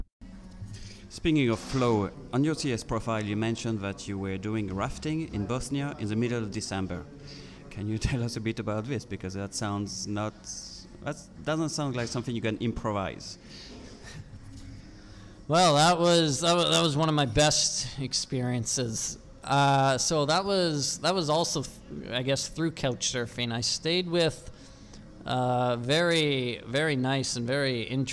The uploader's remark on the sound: Live from a table in a busy coffee place in the center of Valencia.